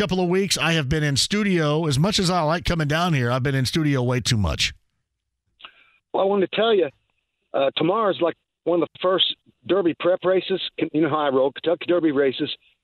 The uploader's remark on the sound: Turns to the phone line. Taking some calls from listeners.